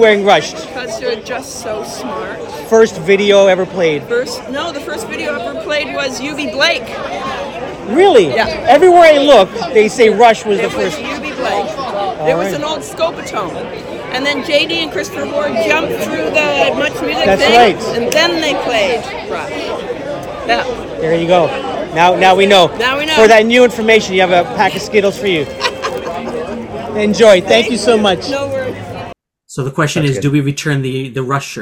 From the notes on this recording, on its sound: take to the red carpet at the 299 Queen Street West Much Music documentary premiere